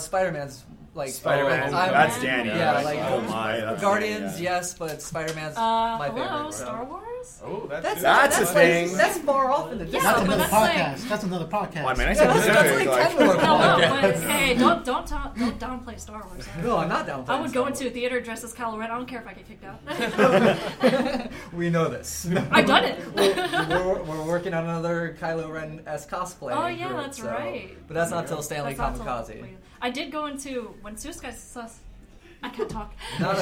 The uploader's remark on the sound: Kinda Geeky Live at TitanCon. This episode was record live at Titan Con.